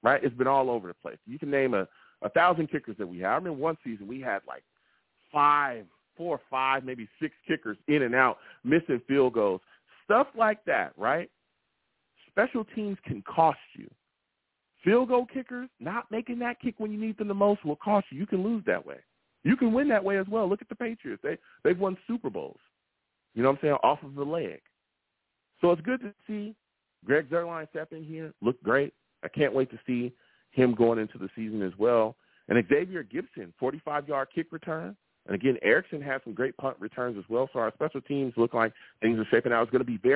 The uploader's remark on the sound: I take live callers!